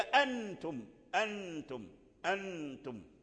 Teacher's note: لا كله، كأنه دخل في التاء، لأن التاء من حروف الإخفاء، كأن النون دخل في التاء، فلا هو مظهر ظهور واضح ولا هو مدغم